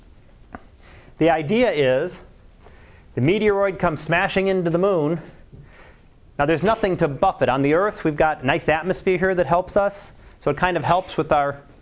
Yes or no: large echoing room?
yes